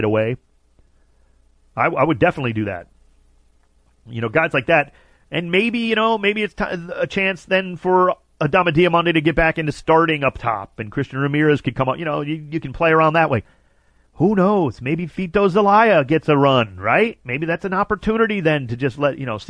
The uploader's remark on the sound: calls